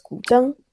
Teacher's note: gu is the falling rising tone in Mandarin, and zheng is the straight tone